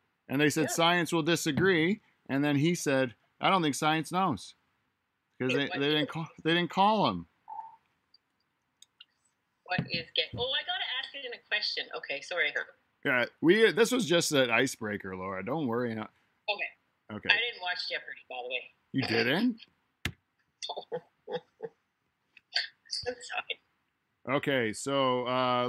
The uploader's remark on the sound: It's on zoom, it's weird and uncomfortable at times, it's 2020!